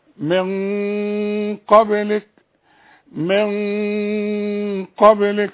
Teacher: الغنة بتتبع الحرف اللي بعدها. انا عندي النون في غنة هنا، انما بعدها حرف تخين. اذا الغنة حفخمها.